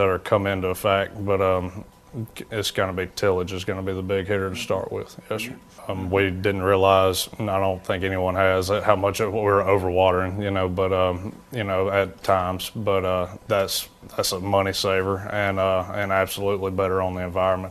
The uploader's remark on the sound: At the Louisiana Farm Bureau Convention a couple of weeks ago we caught up